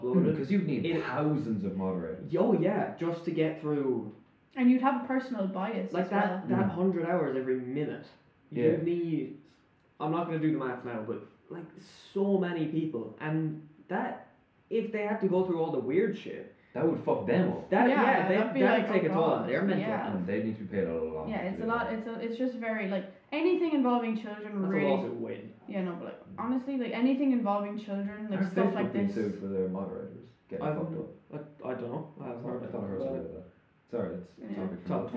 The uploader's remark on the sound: audio quality still a little shit